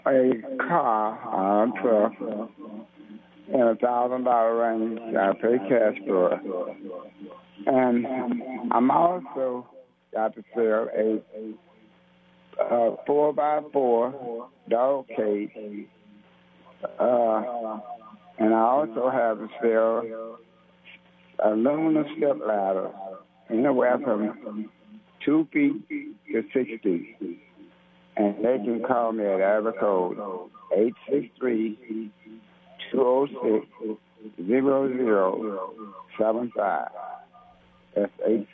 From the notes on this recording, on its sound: takes your phone calls